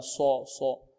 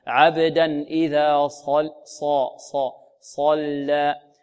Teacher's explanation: صاد مفخمة مطبقة بدون ضم الشفتين · Shown in: second take